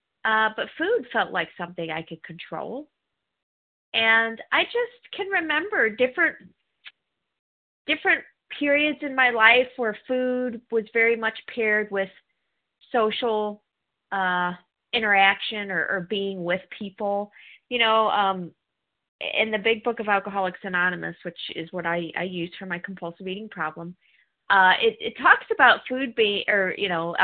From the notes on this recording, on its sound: 100 Pounders Phone Meeting